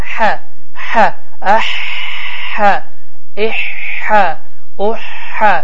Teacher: hə boğazın ortasından çıxır və sıxılması nəticəsində çıxır · hə deyə tələffüz olunur və boğaz sıxılır